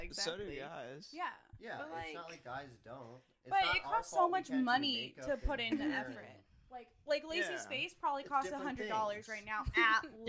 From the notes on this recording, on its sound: please bare with us on the audio quality as we are still learning our new equipment